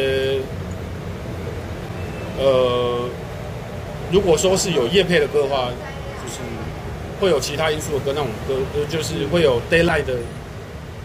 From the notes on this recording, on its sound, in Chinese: 錄音地點：台南 牽咖啡